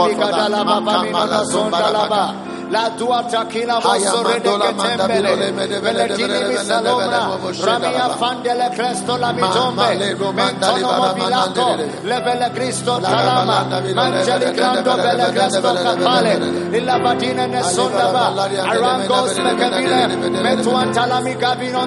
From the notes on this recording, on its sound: Preached at the New Year's Eve Service, First Love Church.